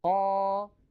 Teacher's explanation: نشأت من تطويل فتحة قا، إذن طولت فتحة قا فنشأ حرف الألف · Term: المد الطبيعي